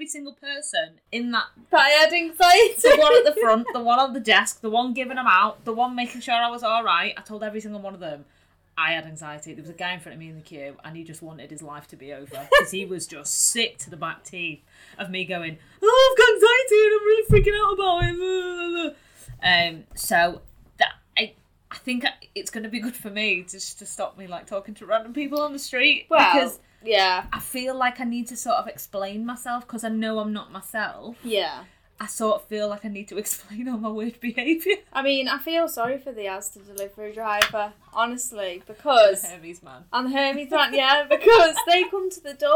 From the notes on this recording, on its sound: Please be aware we are complete novices and the recording/editing isn't great but we promise we'll be better next time.